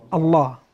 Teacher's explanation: أنت ما نطقت اللام الأولى، نطقت اللام الثاني · Term: إدغام